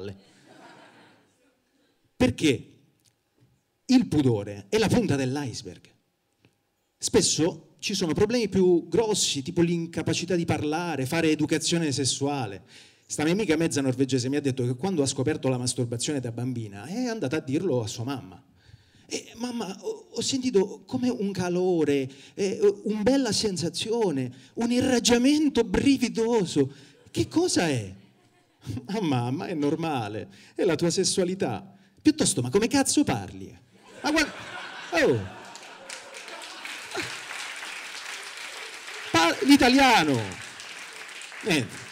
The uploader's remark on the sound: Open Mic Tour - Palermo